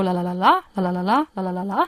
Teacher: Da geht man am Ende mit der Stimme hoch. · Term: Akzentphrasen